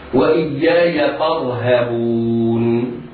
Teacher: الراء في كلمة فارهبون راء ساكنة في وسط الكلمة وقبلها فتح، فحكمها التفخيم